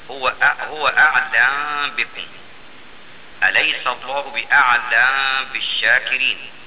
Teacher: لبعض الشاني والميم عند الباء عن محرك تخفى، اي ان الميم اذا وقعت قبل الباء وقبل الميم محرك كقول الله تعالى هو أعلم بكم، أو قوله تعالى أليس الله بأعلم بالشاكر، فتسكن الميم وتخفى عند الباء